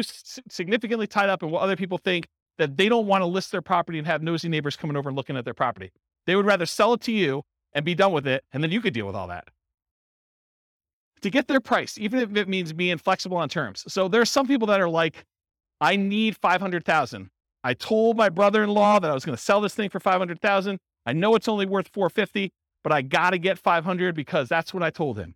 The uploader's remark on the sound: Real estate entrepreneurs in Warren, Michigan. This was a live class recorded. Live in-person version.